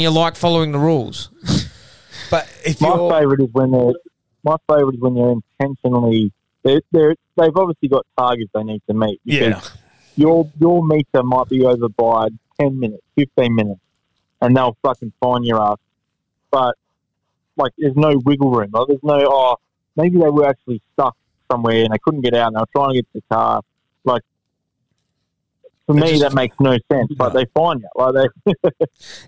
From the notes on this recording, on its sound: Joins us over the phone from his gastro chamber.